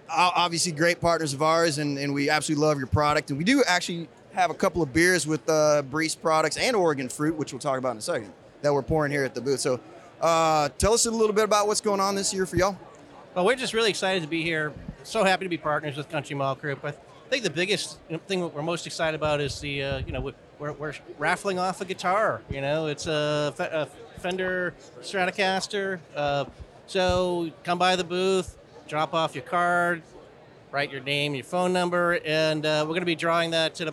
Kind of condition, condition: setting, busy venue